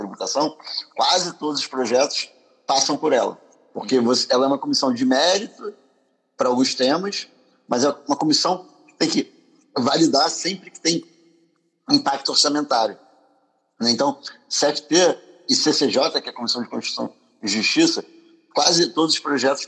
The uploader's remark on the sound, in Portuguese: Live no Instagram